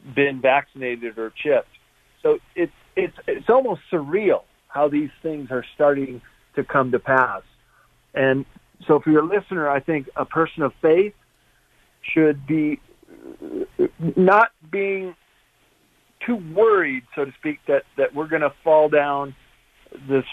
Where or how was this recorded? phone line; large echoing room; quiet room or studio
phone line